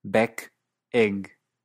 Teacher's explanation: en inglés canadiense, si hay una G, la vocal se hace más cerrada y entonces el apellido Beck y huevo, egg, no riman.